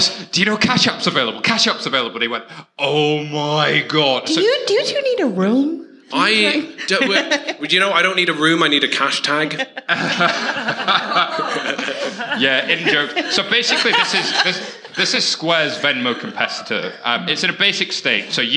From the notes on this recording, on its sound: Fintech Insider After Dark V - Part 1 London. In front of an amazing audience.